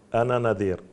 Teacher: إذا انفصل بينهما الألف، هي في الرسم موجودة ولكن في الوصل تسقط هذه الألف، لأنها من الألفات السبعة، في الوصل تسقط، بس في فينتج عنها اللفظ أن نون بعدها نون، هذه غير معول عليها.